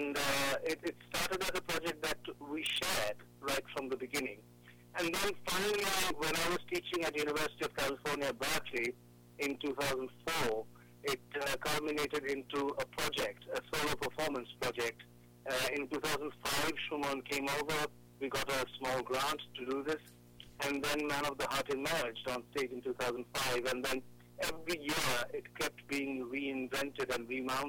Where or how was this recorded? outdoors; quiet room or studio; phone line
phone line